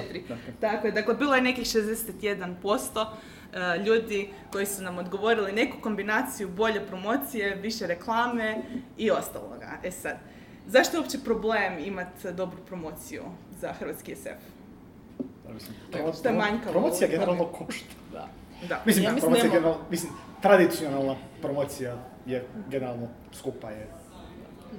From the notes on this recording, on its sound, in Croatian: Liburnicon Live. Bili smo na Liburniconu, festivalu ljubitelja znanstvene fantastike i fantastike.